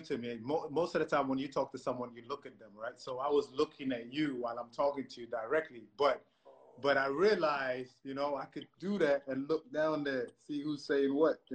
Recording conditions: video call